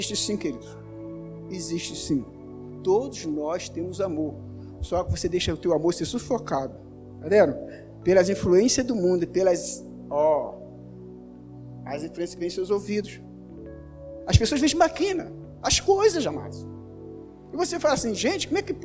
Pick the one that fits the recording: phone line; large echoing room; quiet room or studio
large echoing room